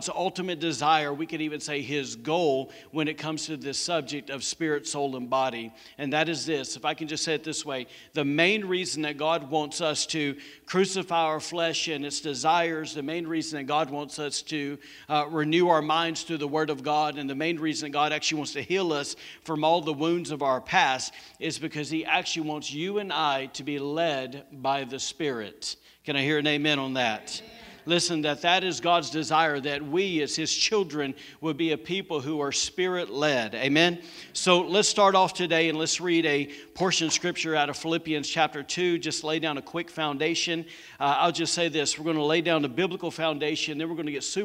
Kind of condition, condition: setting, large echoing room